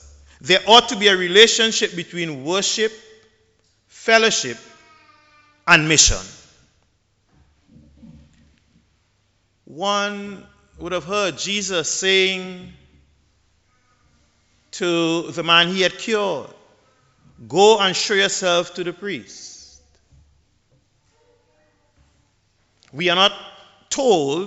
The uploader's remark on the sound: The Dean of St George's Cathedral, St Vincent and the Grenadines, preached at the 11:00am Mass.